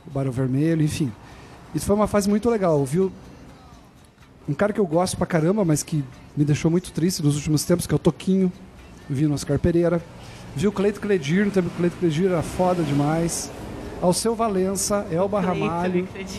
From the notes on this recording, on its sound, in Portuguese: Neste programa, gravado no Bar do Julio.